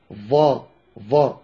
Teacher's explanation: فأما الظاء فتخرج من طرف اللسان مع أطراف الثنايا العليا مع ارتفاع أقصى اللسان لأنها مفخمة